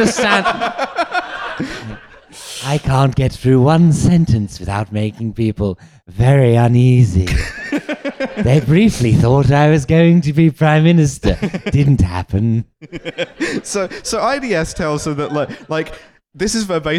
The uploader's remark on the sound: LIVE at Between The Bridges